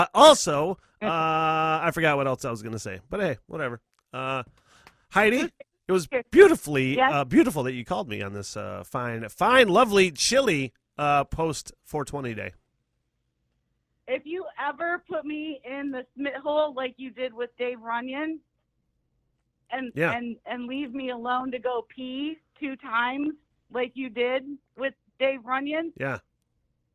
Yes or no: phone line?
yes